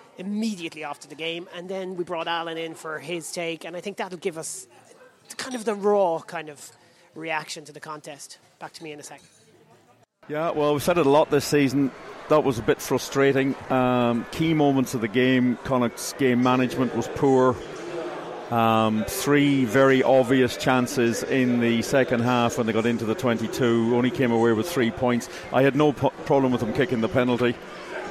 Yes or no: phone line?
no